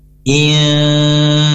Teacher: nun sukun bertemu dengan huruf dal yang dibaca samar dengan dengu 2-3 harokat · Term: ikhfa hakiki